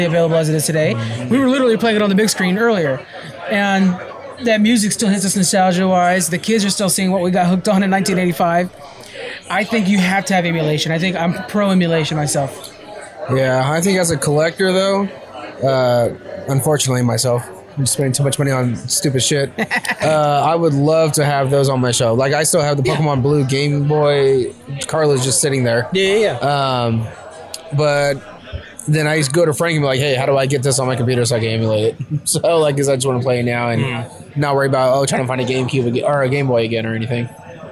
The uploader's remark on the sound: We're recording live from the Capital Creative Showcase 2023, a celebration of all things creative.